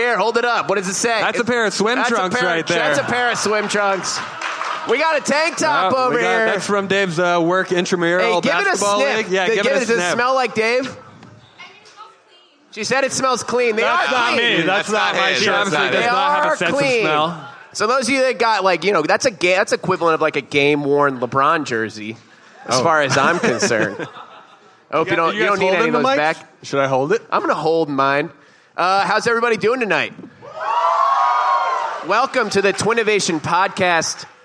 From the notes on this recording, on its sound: Live at SXSW. Live from Austin Texas.